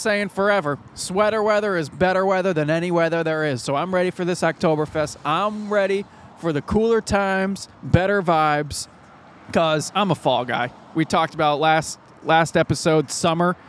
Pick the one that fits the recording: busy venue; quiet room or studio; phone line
busy venue